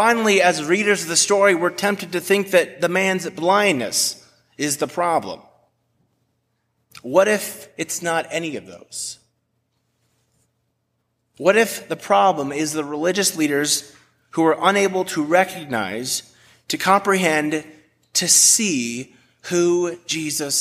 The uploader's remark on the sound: A message delivered at Washington Park United Methodist Church.